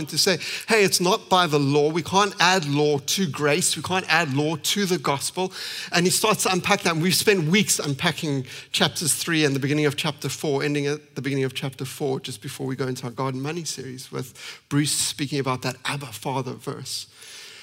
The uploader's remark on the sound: at Common Ground Church Rondebosch on the 17th of May 2023